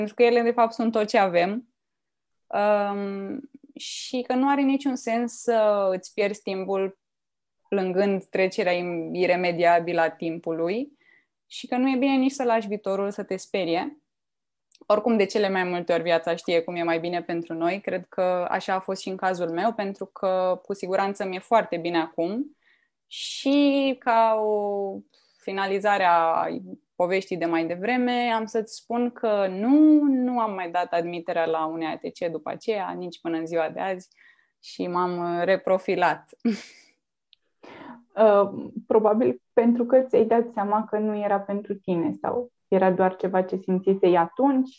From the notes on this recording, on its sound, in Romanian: Înregistrările sunt realizate pe Zoom, ne cerem scuze pentru eventualele probleme tehnice.